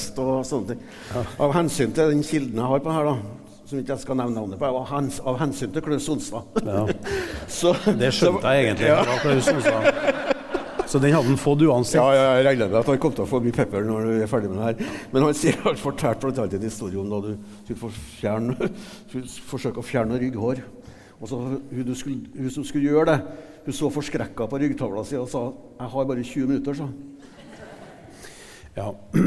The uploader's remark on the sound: Portrettintervju LIVE. Hør opptak fra live-intervjuet på Adressahuset 17.